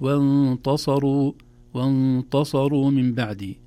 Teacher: آخر تنبيه أحبتي في الآية الأخيرة: وانتصروا من بعد ما ظلموا، وهذه أيضا تدخل في قاعدة التجاور أو الحرف المرقق إذا جاور مفخما وتأثر به، لو لم ننتبه للتاء لخرجت وانتصروا وانتصروا من بعد، تصبح التاء قريبة من الطاء بسبب مجاورتها للصاد، لكن نرقيقها وانتصروا وانتصروا من بعد.